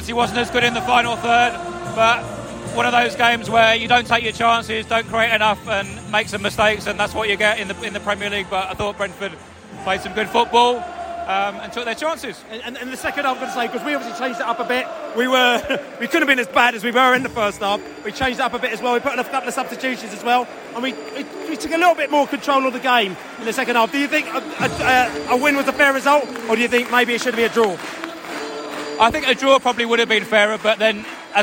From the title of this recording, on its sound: post-match podcast from the stands